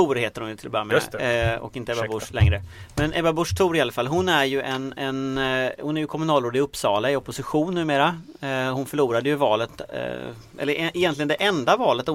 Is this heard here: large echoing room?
no